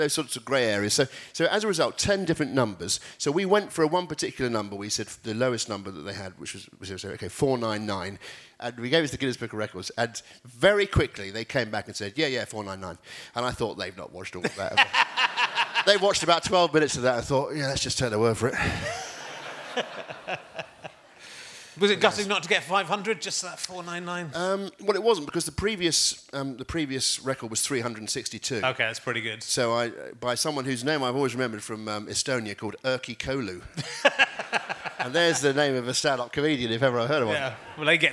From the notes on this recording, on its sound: special interviews from the Bristol Slapstick Festival